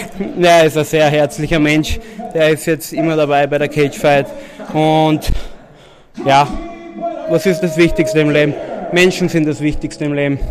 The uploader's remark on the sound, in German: Live auf der Cage Fight Series in Wiener Neustadt.